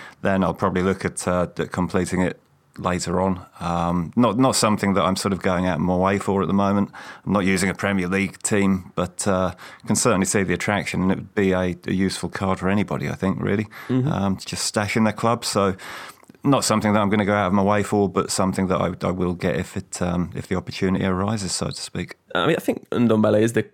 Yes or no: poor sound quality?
no